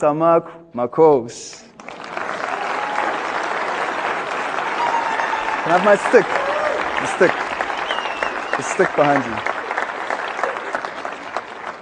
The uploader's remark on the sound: In this talk from TEDxCapeTownED 2012. By the end, his passionate talk has the TEDxCapeTownED audience on their feet, dancing in appreciate of this energetic and amusing talk.